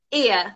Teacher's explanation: The R, you almost can't hear it.